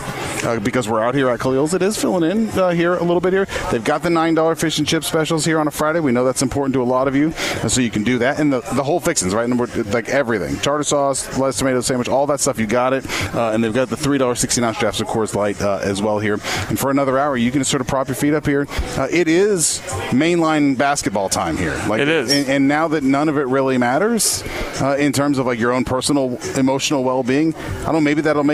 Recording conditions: busy venue